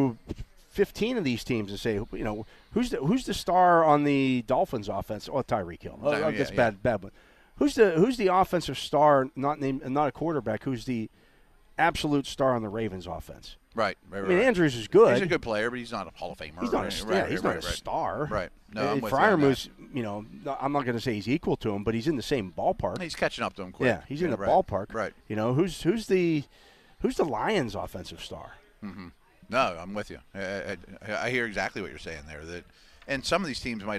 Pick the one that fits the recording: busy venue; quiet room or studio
busy venue